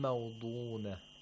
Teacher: The ضاد has تفخيم at the moderate level because it has a واو المد والضمة.